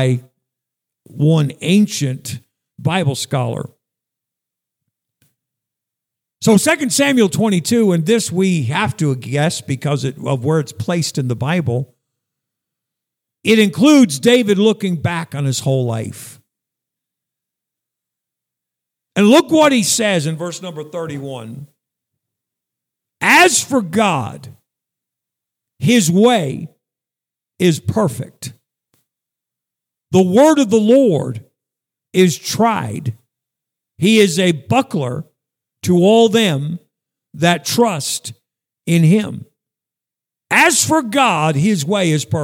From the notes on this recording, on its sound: Sunday morning message at Northeast Baptist Church, Danbury, CT